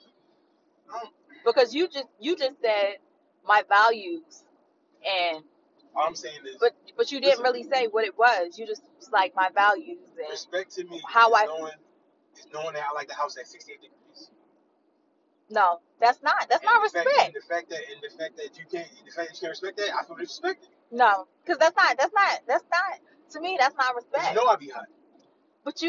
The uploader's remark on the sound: My bad for the audio we was driving in the backwoods so it’s a lil muffled…